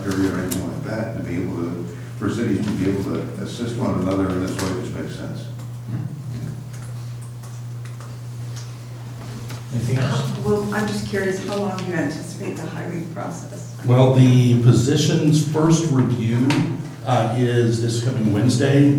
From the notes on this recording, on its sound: Live recording of Astoria City Council meeting.